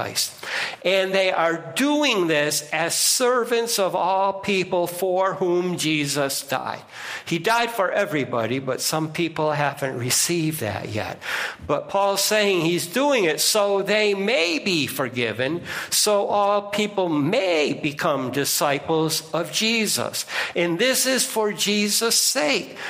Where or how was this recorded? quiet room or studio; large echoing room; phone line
large echoing room